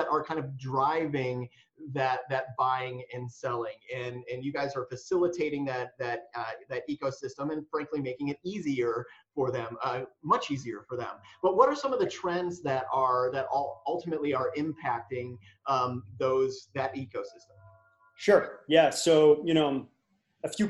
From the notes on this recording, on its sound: Live from Virtual ITW 2020